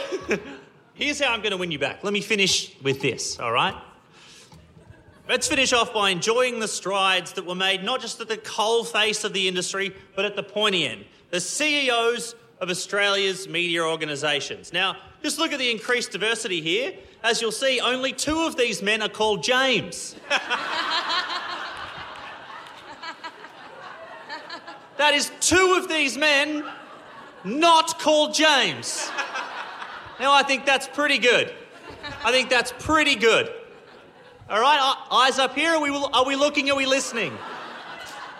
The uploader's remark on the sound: LIVE AT THE WOMEN IN MEDIA CONFERENCE